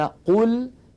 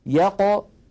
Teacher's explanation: نحو القاف من قوله تعالى يقطعون يق، فلاحظوا بأن قل يق القاف المضمومة أفخم بقليل من القاف الساكنة